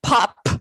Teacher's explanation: So if you have a P at the end of a syllable, like pop, you might release the P pop with a puff of air, or you might just say pop, pop without the release.